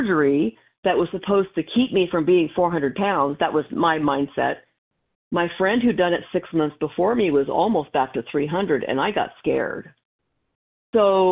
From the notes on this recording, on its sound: from the 100 Pounders Phone Meeting